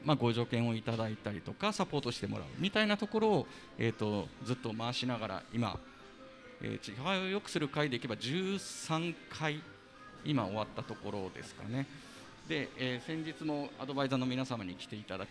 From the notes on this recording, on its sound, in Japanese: ちはやをよくする会1周年記念 初の公開収録！